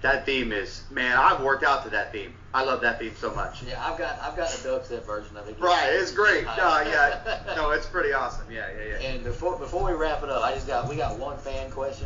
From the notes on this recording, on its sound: There's a tad bit of sound issues on this one